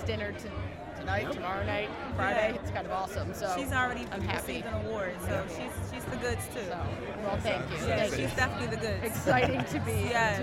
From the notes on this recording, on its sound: Live from SHAPE Nashville. Tune in to hear all the fun and insight from the national conference as it took place from the US Games booth in the Exhibit Hall.